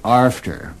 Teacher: in Nova Scotia, a true Nova Scotian, in saying the word A-F-T-E-R, will always insert an R. It will always come out after.